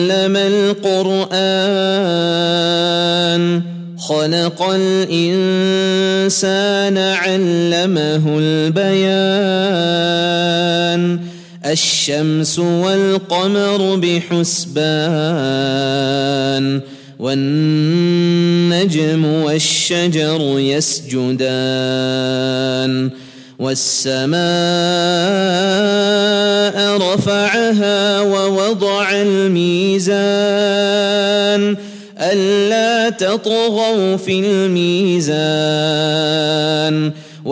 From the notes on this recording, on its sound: at the Houghton Masjid (West Street)